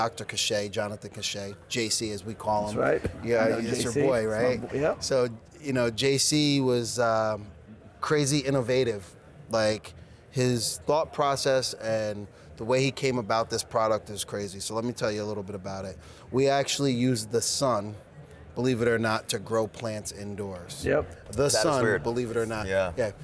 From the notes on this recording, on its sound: Live from New West Summit